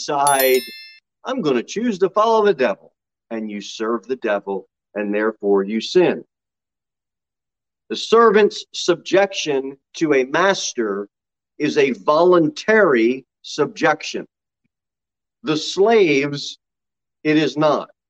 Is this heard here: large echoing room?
yes